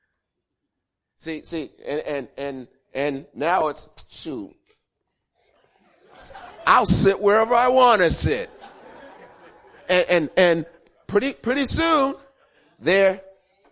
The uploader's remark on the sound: Recorded 02-14-2016 8:30am Service